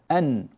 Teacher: فإذا قال علماء التجويد كلمة إظهار لا يقصدون بها عموم البيان، وإنما يقصدون إخراج النون الساكنة والتنوين من مخرجها من غير زيادة في الغنة